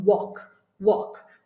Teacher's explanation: A gente pronuncia assim, não tem o som do L e não é o som de A, né? É um som de O.